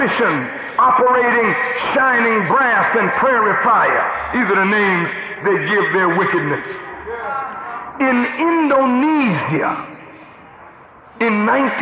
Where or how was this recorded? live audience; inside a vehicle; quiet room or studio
live audience